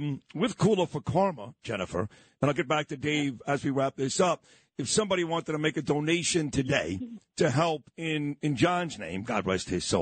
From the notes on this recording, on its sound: call into the morning show